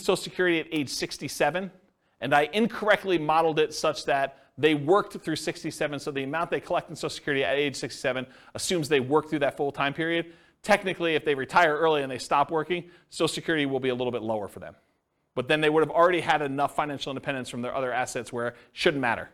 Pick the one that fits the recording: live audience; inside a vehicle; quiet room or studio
live audience